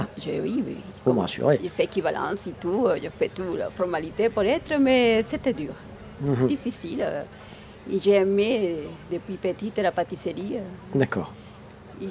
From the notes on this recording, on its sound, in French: Radio Grenouille au Street Food Festival 2022. Rencontrez les participants du Street Food Festival 2022.